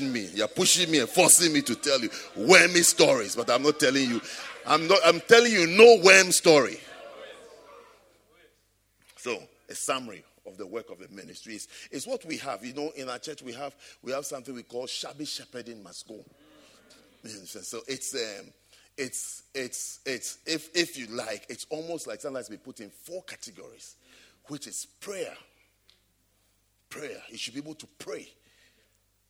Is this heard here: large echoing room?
yes